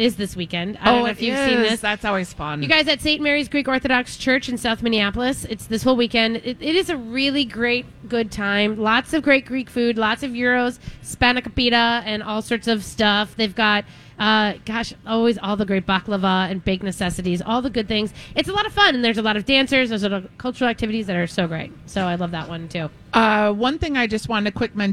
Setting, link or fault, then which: setting, busy venue